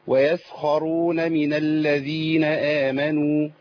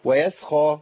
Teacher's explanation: الخاء مفتوحة في أعلى مراتب التفخيم